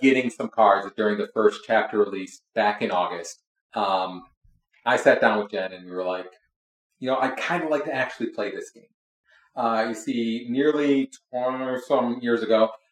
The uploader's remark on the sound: We are working on improving audio so stay tuned as we get better at this.